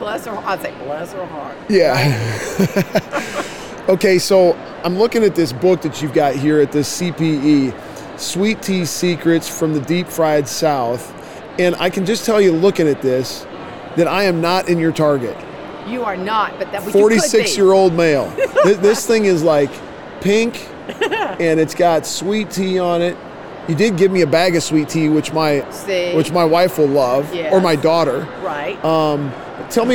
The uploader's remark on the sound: LIVE From CPE 2022!